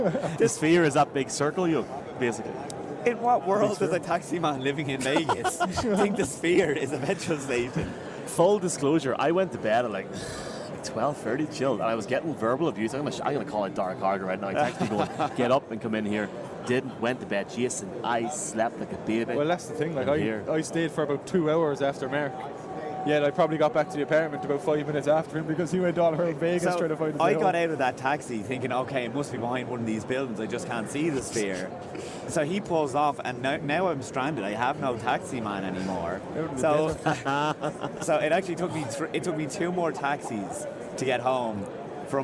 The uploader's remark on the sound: From Radio Row